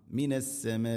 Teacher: മദ് മുത്തസിൽ നിർബന്ധമായിട്ടും ഇവിടെ നാലോ അഞ്ചോ ഹർക്കത്തിൻ്റെ ഖദറിൽ നീട്ടണം